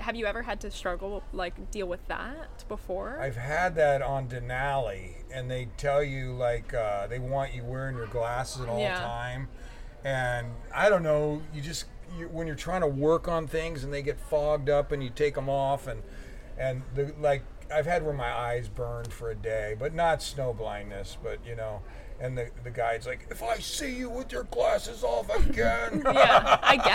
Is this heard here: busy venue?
yes